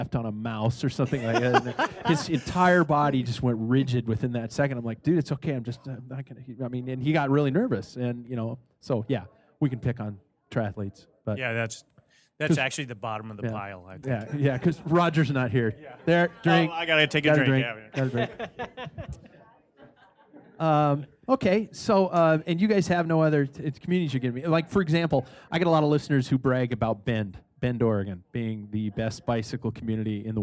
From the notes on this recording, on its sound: Live at Badass Backyard Brewing in Spokane Valley